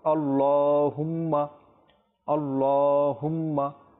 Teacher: যেহেতু কোনো খাড়া জবর কোনো মাদের হরফ নেই, সেখানে আমরা টানবো না, শুধু আল্লাহুম্মা আল্লাহুম্মা।